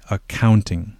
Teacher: the important thing is to put the stress in the middle syllable, the count part, okay? So we say accounting.